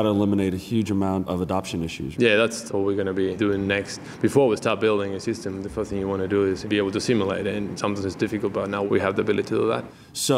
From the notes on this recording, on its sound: Recorded at SAP TechEd 2016 in Las Vegas.